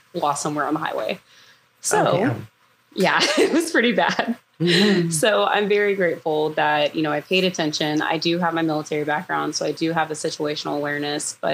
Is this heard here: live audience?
no